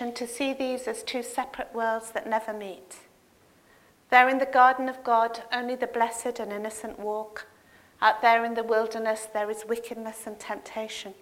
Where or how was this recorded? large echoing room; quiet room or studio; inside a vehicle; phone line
large echoing room